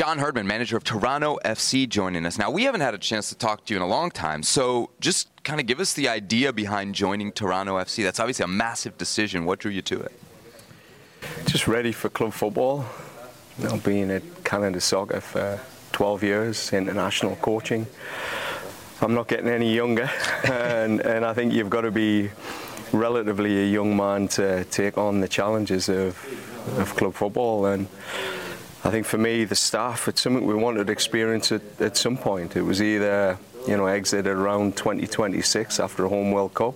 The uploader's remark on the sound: live from Miami for MLS Media Day